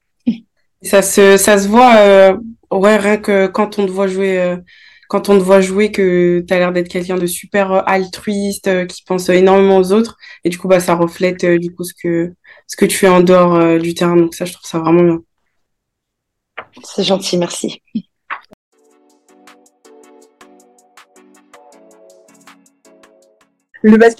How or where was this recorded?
video call